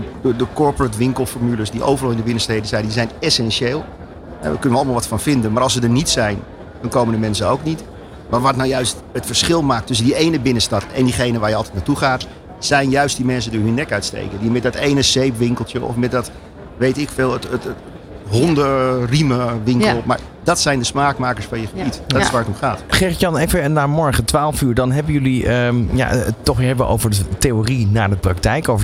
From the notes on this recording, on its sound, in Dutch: New Business Radio op de PROVADA 2023. Je hoorde New Business Radio LIVE vanuit de RAI Amsterdam.